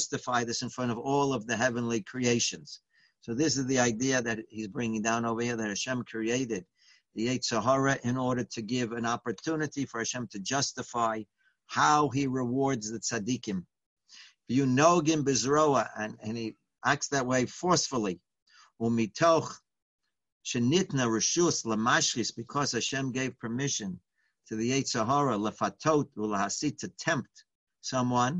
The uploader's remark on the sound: Live On Zoom